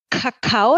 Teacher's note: das K wird hinten im Mundraum gebildet